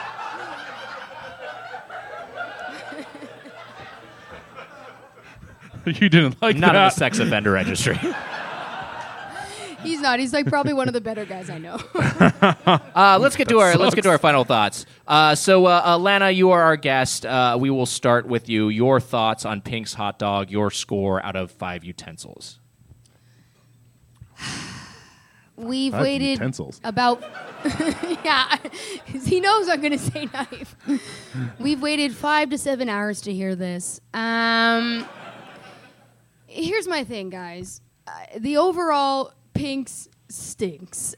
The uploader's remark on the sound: Followed by a live audience feedbag. Recorded live at the Hollywood Improv in Los Angeles.